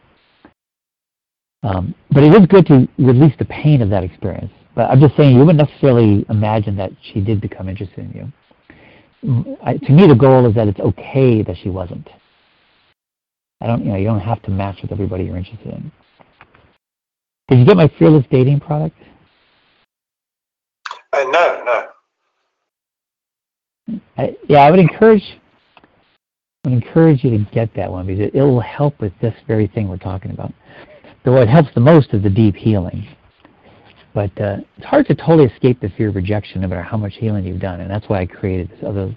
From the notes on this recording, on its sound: Finding Love Live Q&A Calls.